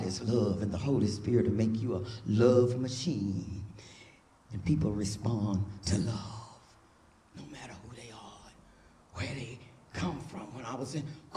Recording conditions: large echoing room